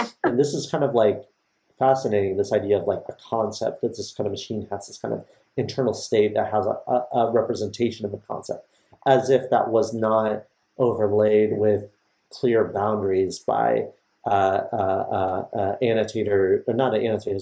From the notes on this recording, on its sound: Apologies for the sound. This is our first time streaming and we had to figure out some bugs with Twitch and Zoom.